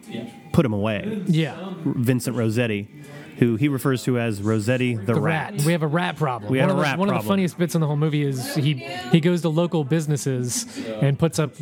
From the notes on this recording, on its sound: Live From Neckbrace Horror Night! We record live from the annual Neckbrace Substitute Horror Night. Everyone's having a good time hanging out while we dig into a variety of films.